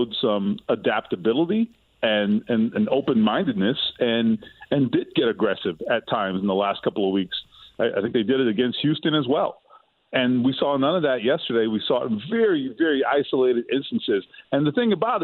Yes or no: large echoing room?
no